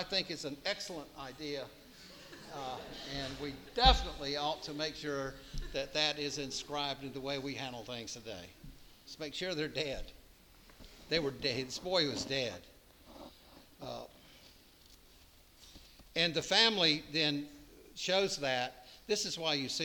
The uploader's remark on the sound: preached at All Saints Anglican Church in Charlottesville, VA on September 24, 2023